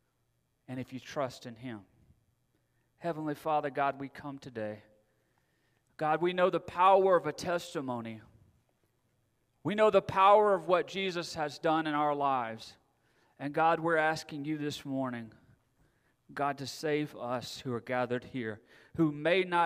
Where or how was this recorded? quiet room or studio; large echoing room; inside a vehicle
large echoing room